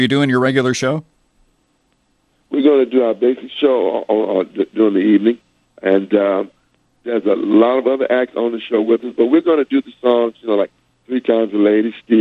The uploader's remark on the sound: called in to chat